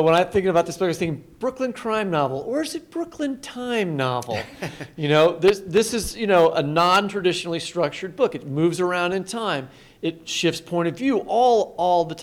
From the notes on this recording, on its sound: live at the Cider Gallery in Lawrence, Kansas